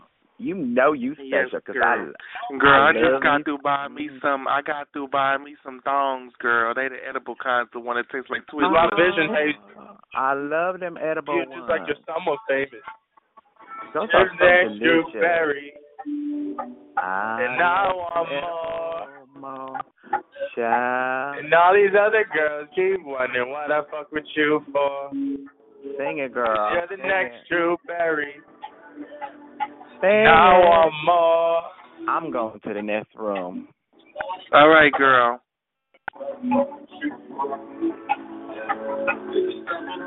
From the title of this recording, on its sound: Conference Call